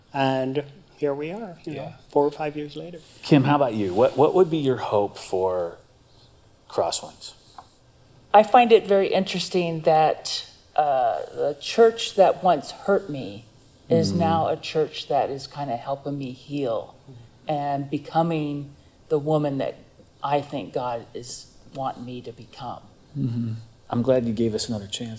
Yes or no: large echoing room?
yes